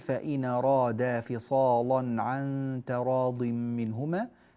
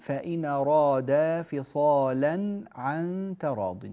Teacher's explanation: هذه الكلمة كلمة فصالا فيها وجهان، فيها تغليظ اللام وترقيقها